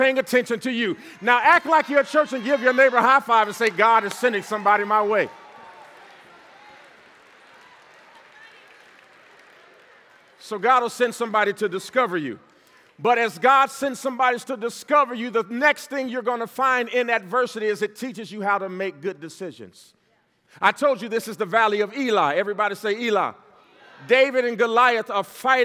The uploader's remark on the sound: This segment was Originally recorded at the Power of Success Conference in Toronto Canada. A ONE DAY MEGA EVENT, entrepreneurs, teams, and leaders from all of over the country came together.